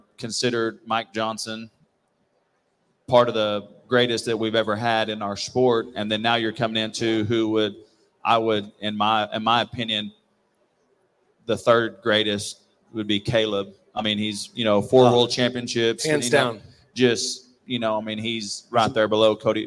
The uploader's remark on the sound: RümpChät Live at the 2023 NFR